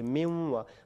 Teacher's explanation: वहाँ पे नून नहीं पढ़ा जाता नहीं बल्कि मीम को डायरेक्ट वाव से मिला देते हैं · Term: इदगाम